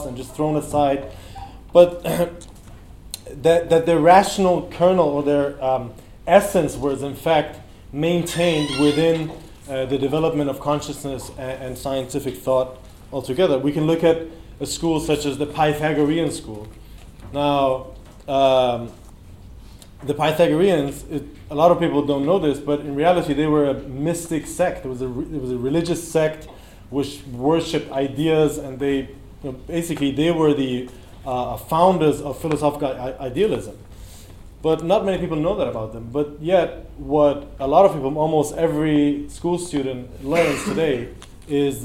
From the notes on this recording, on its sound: In this talk from the 2018 Revolution Festival